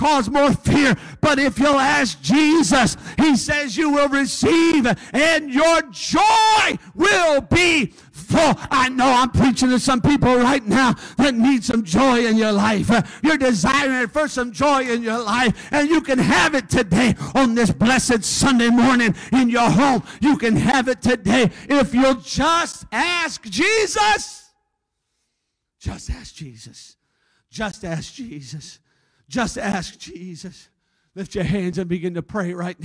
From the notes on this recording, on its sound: A service recording from Connect Point UPC! We are located at 21441 Marble Road Eagle Lake, MN, and are affiliated with the United Pentecostal Church International.